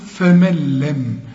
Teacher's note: النون تلغى وكأنها غير موجودة عند الوصل · Term: إدغام كامل بدون غنة